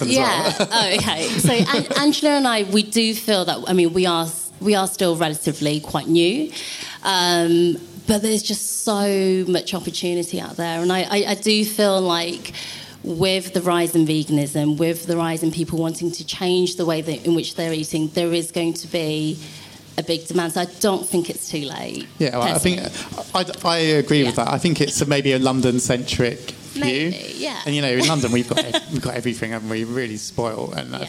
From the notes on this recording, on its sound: This bonus episode was recorded at the Business In Food Topic Talks with by CHLOE.